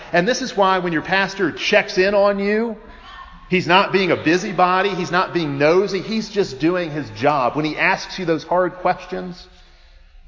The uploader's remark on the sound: Preached at Providence CREC in Pensacola, FL.